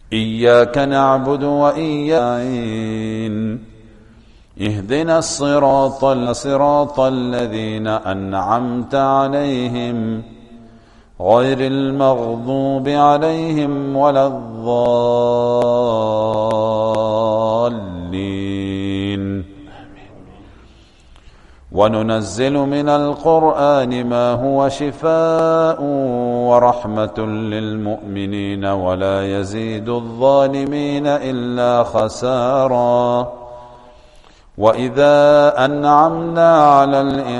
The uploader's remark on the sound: Recorded at greensidemasjid.